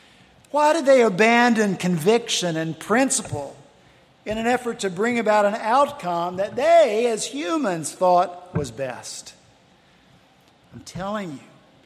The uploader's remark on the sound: at Redeemer Presbyterian Church in Charleston, SC